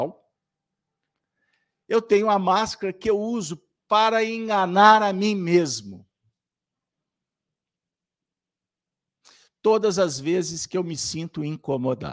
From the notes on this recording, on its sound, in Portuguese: Reunião Pública realizada na Fraternidade de Estudos Espírita Allan Kardec às terça-feira. Com Transmissão ao vivo, às 19:30h com público presencial.